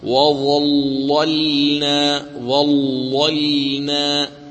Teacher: واللام الثانية مرققة لأنها ساكنة. إذن تقرأ هكذا وظللنا وظللنا، وهنا تظهر براعة القارئ في قراءة مثل هذه الكلمات حينما يأتي حرف مفخم وحرف مستفل فيعطي كل حرف حقه ومستحقه.